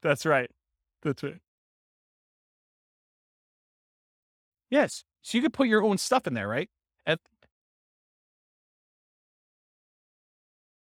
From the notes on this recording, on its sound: This was a live class recorded